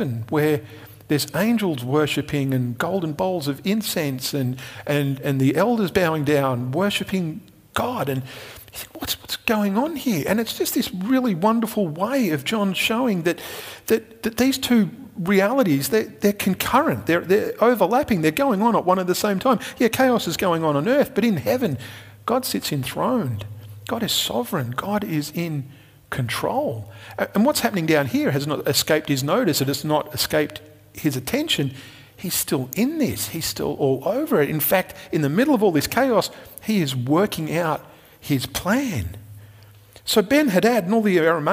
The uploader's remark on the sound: Recorded at Restore Church on September 6th, 2021